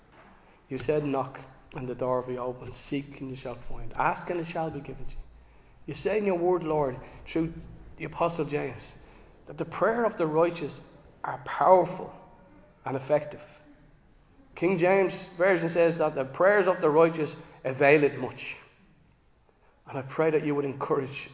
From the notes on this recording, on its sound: Recorded live in Liberty Church on 22 October 2023